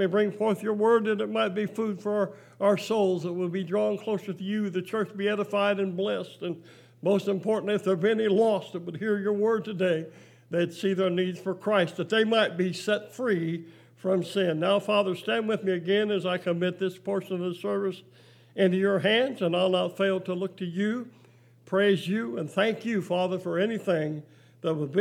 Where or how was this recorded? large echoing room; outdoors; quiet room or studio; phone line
large echoing room